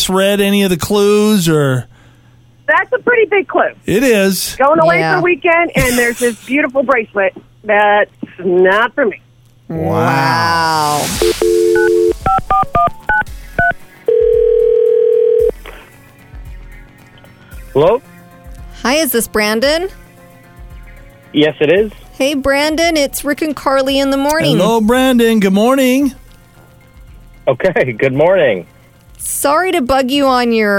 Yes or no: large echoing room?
no